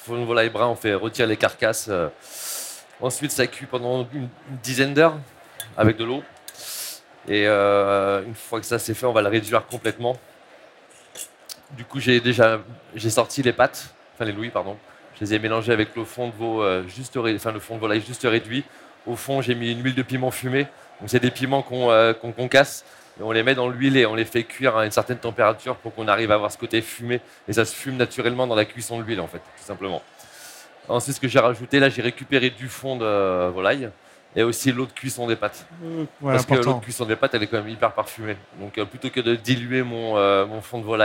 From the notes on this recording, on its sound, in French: sur la Scène Talks Omnivore Food Festival Paris 2021